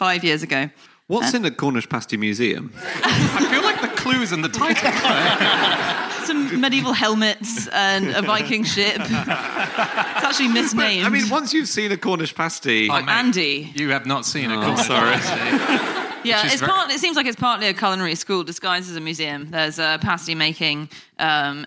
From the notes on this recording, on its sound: Live from The North Wall Arts Centre in Oxford